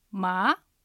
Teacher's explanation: 相手に聞き返すような感じで下から上に上がります · Term: 二声